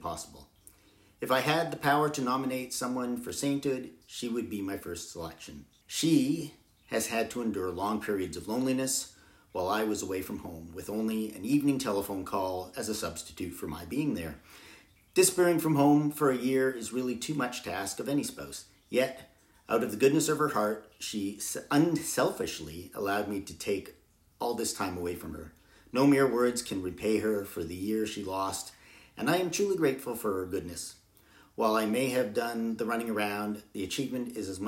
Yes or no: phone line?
no